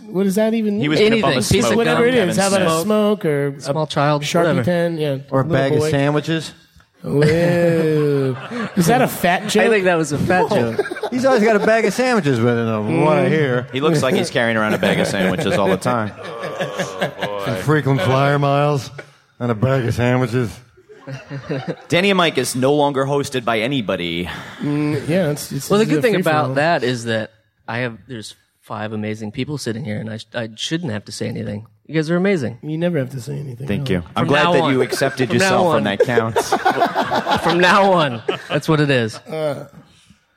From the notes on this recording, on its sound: For their first ever LIVE podcast. Visit Stan Lee's Comikaze in LA.